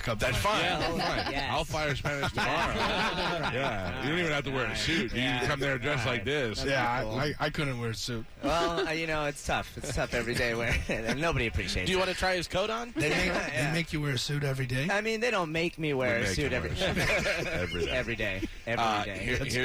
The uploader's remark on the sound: live from Wrestlemania!